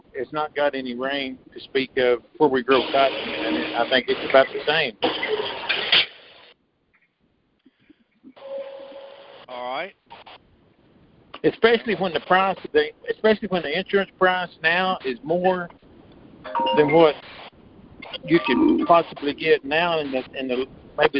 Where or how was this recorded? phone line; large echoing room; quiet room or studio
phone line